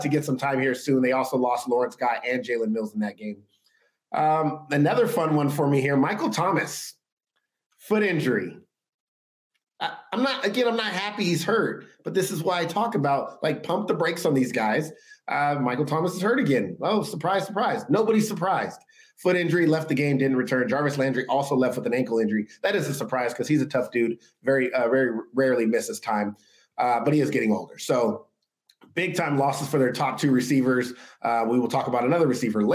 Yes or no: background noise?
no